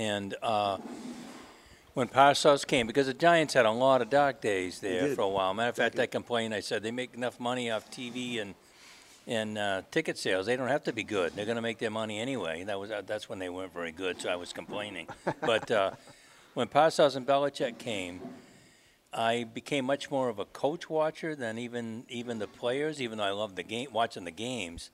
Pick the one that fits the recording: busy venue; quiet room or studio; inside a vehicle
busy venue